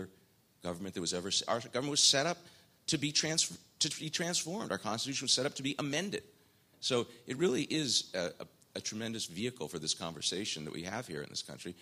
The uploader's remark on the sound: The floor is opened up to the audience for Q&A.